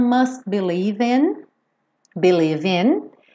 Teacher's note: o T do must também deu uma sumidinha porque eu já estava fechando a boca para o B do believe